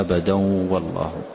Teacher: نحذف النون تماما ونبقي لها الصفة وهي الغنة · Term: الإدغام